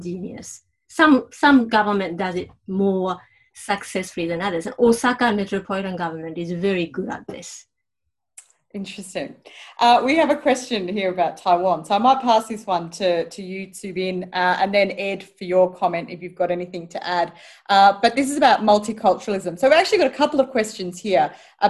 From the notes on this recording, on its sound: Recorded live via zoom